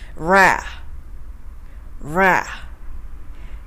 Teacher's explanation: 次にラーのところで大きく盛り上げます。